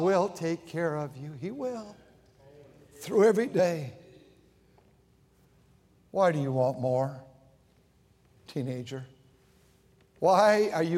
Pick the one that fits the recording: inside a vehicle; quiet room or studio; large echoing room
large echoing room